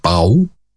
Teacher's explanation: In BMW, it's Bao. It has an intonation that goes down and then up